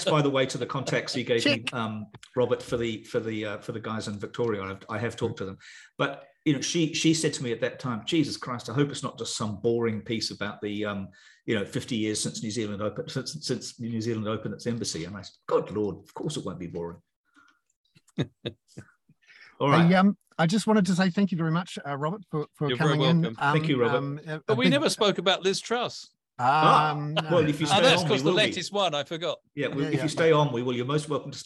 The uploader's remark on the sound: The podcast above is a recording of our weekly ‘hoon’ (plural for Kaka) webinar for paying subscribers